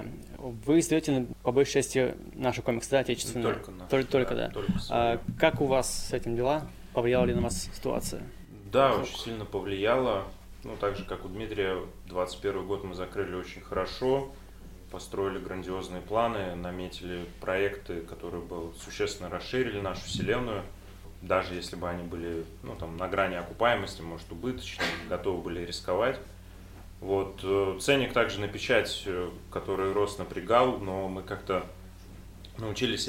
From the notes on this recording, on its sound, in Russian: Специальный выпуск подкаста, записанный в Библиотеке Комиксов в Петербурге в Ночь Музеев.